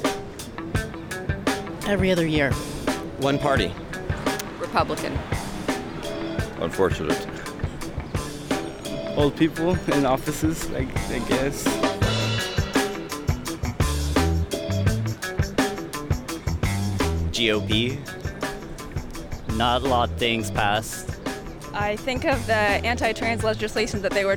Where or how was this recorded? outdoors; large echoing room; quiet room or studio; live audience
outdoors